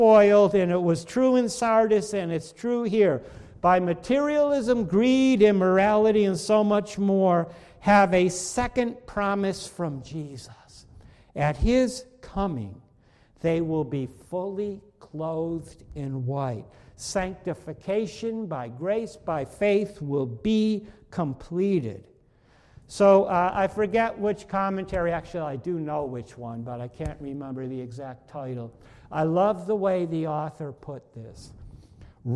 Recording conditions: large echoing room